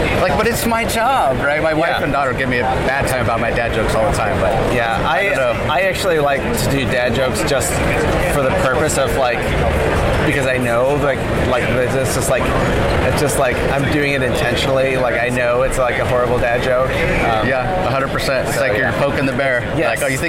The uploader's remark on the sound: LIVE from SDCC '23